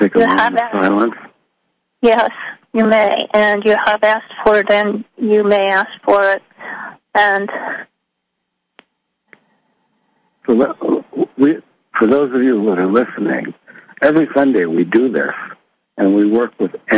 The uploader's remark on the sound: Conference Call LIVE